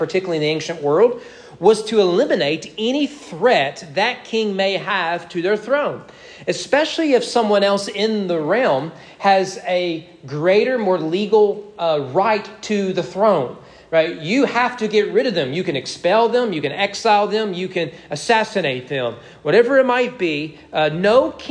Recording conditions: large echoing room